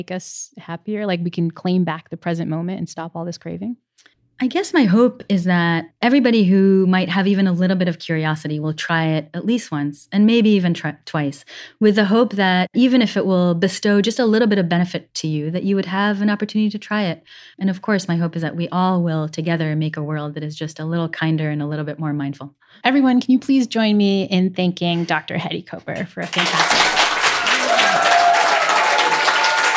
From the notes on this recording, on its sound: LIVE from Yale. Introduces a live audience to guided meditation.